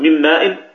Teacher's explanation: الإدغام ينقسم إلى قسمين: القسم الأول الإدغام الصغير، وهو ما كان الحرف الأول من الحرفين ساكنا، كما في المثال السابق من ماء من هذه النون ساكنة، فتدغم النون في الميم فيصير النطق بميم مشددة